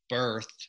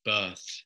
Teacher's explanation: One of the things that's really interesting in doing that episode, of course, most British accents are what we call non-rhotic today. So they don't tend to pronounce the R sound after a vowel · Shown in: second take · So whereas, you know, we might say birth in American English, they might say birth in Britain, you know, but they don't really pronounce that R.